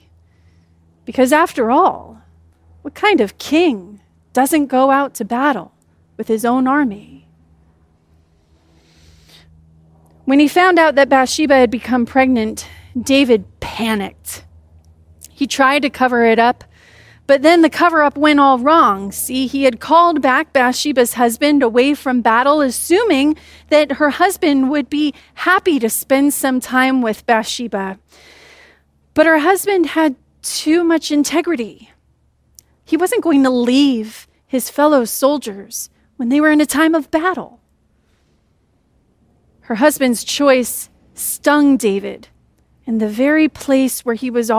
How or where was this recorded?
large echoing room